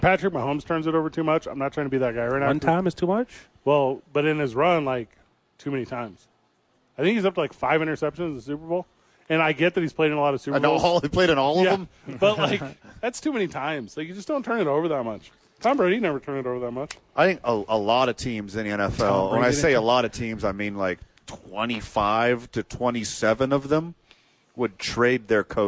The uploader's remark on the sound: Live from The Duke Store.